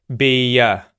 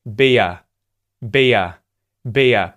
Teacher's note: We link those two vowel sounds, E and R, with a Y sound. · Term: linking